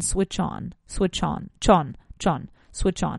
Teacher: notice how nicely I can link the ch in switch with the o and on